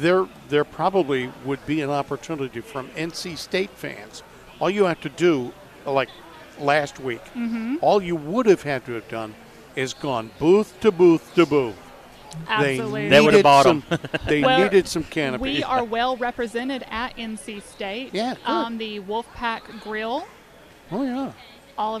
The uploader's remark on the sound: Live from the "Southern Ideal Home Show"